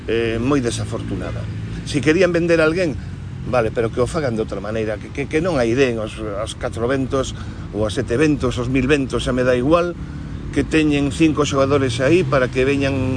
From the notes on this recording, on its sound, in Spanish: Programa grabado en la Playa de Samil, en Vigo.